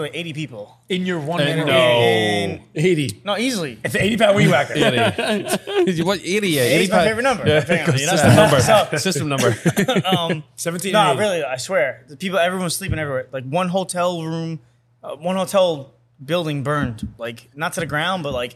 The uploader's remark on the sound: bar "Archie Grand"